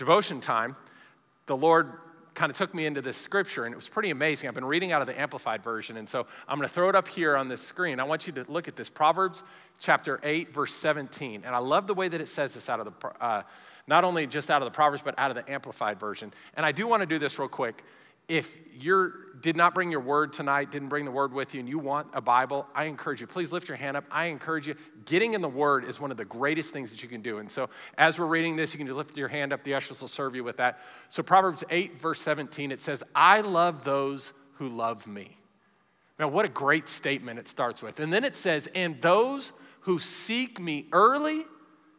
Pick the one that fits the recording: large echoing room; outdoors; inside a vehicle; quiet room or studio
large echoing room